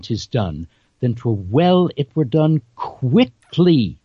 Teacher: I'm not even putting pitch change into that. Right. I'm just elongating the stressed syllable of the operative words.